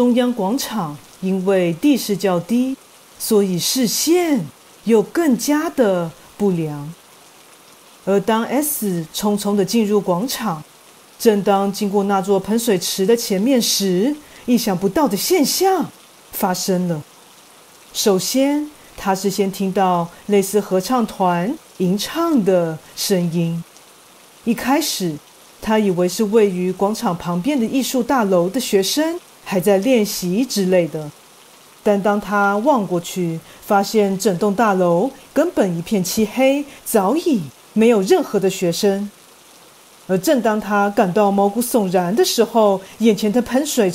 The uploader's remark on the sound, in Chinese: 因為這次錄音遇上大雨滂沱，以及錄音設備出現意外。所以這次的背景音樂就用雨聲來演出囉。